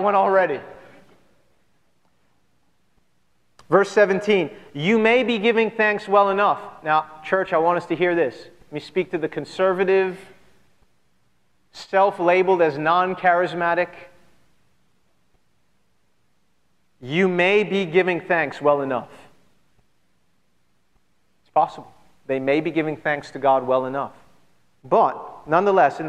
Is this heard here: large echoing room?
yes